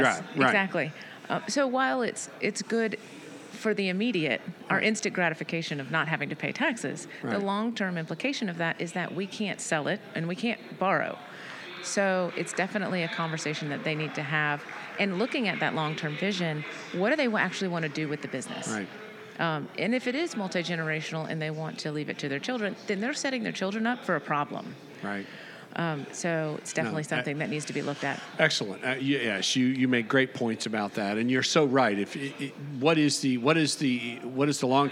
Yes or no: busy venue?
yes